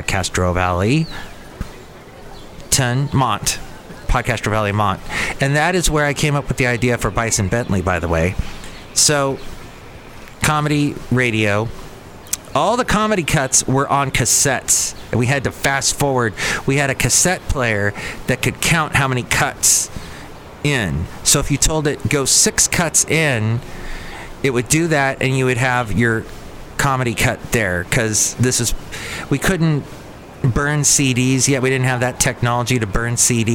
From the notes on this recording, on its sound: podcasts live from Cafe Anyway